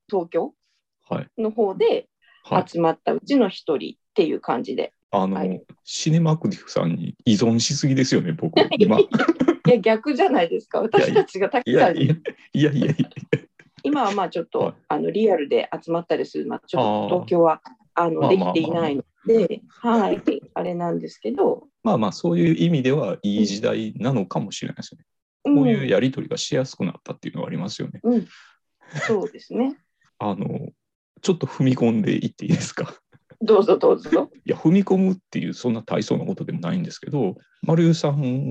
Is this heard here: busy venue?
no